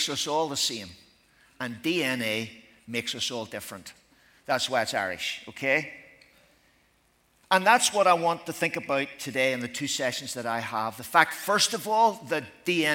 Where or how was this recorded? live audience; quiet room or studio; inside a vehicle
live audience